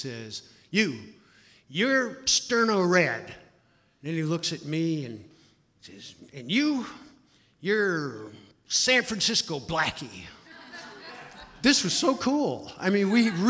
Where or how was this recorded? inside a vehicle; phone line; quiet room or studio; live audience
live audience